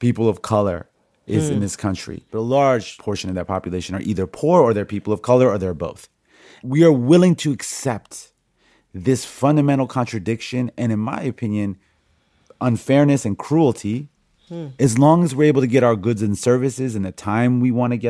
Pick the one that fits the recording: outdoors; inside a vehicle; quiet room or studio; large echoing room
quiet room or studio